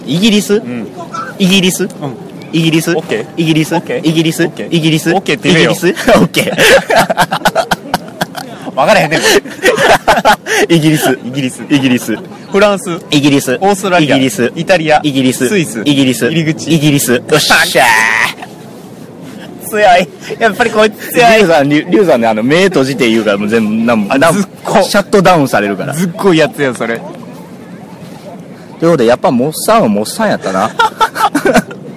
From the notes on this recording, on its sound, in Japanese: てんしばからハロウィン前夜祭をお送りしております。野外録音のため雑音が気になっておりますが。